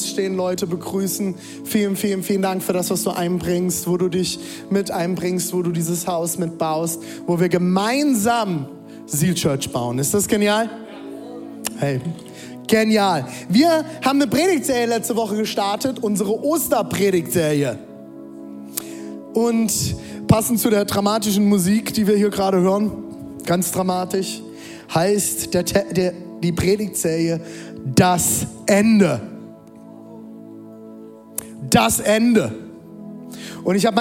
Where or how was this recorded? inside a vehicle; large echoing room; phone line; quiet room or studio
large echoing room